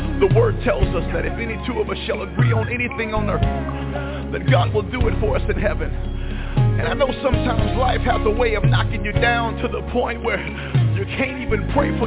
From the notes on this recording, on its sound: TNTSuperfantastic Conference Call